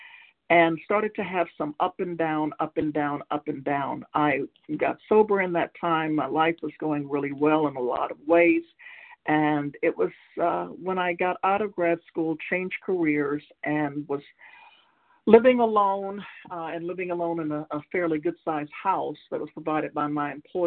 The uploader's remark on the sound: from the 100 Pounders Phone Meeting